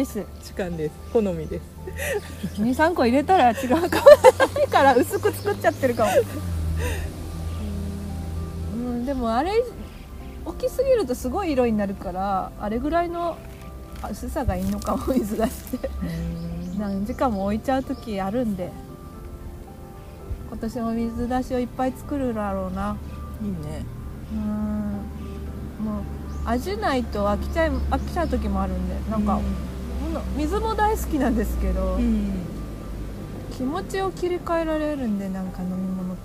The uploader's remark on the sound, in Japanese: ピクニック収録、鳥も参加。課外活動でサンドイッチ食べながらピクニックして収録しました。